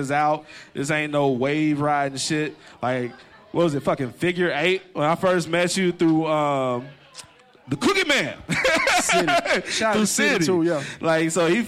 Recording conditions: busy venue